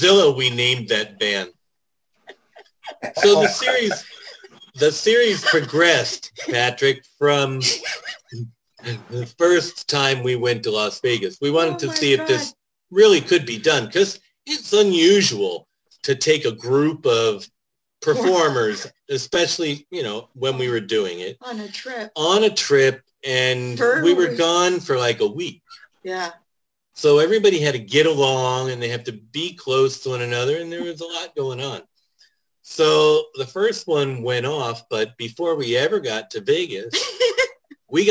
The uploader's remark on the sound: For a Zoom show. Via a cellphone!